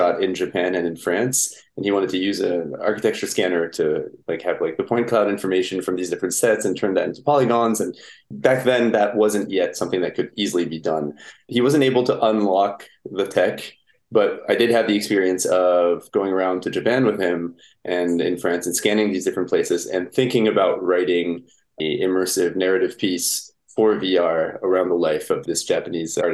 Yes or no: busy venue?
no